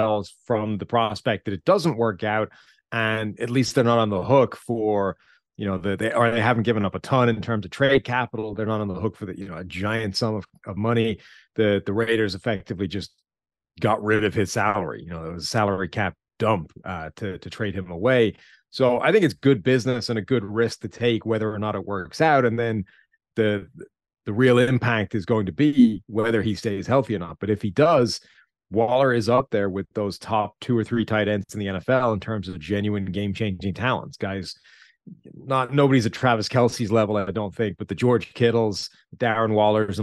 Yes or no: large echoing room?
no